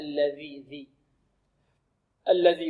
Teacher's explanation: الذي، الذي كلمة الذي هذه فيها ذال، لابد من المحافظة على الذال. الذي، والذال كما تعلمون أنها تخرج من أين؟ من طرف اللسان مع أطراف الثنايا العليا. الذي، هكذا لابد أن نبرز طرف اللسان، لابد من إبرازه.